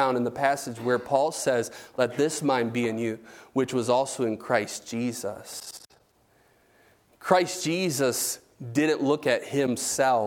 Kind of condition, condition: setting, large echoing room